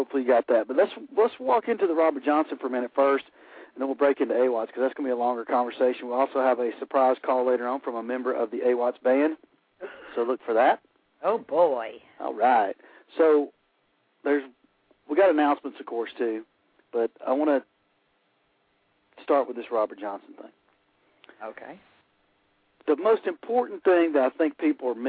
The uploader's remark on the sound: your phone calls